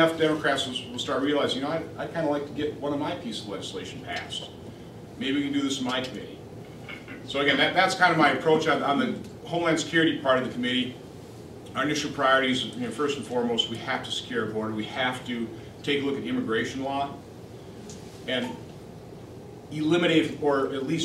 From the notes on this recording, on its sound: Addresses The Ripon Society on March 5, 2015. WASHINGTON, DC. Appeared before a breakfast meeting of The Ripon Society.